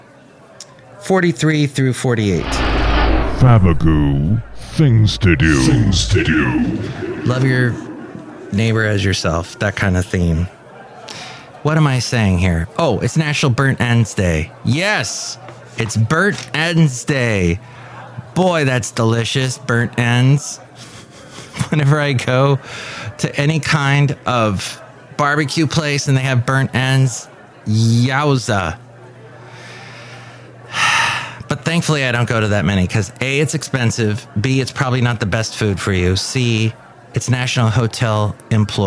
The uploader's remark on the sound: podcasts live from Café Anyway